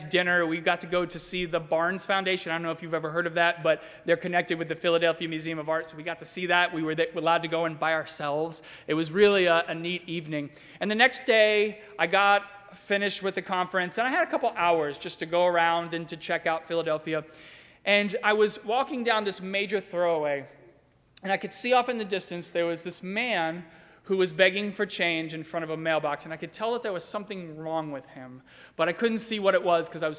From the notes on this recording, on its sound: during the 10:30 AM Ash Wednesday service on Wednesday March 1, 2020, at First Presbyterian Church of Arlington Heights, Illinois.